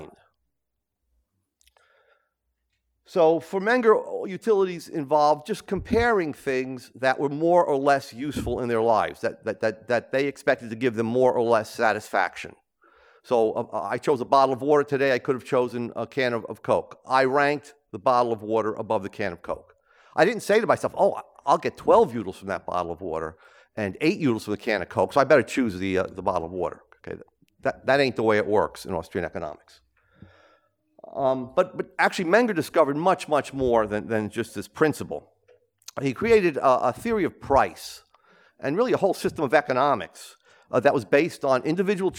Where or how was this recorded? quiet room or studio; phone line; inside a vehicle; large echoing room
large echoing room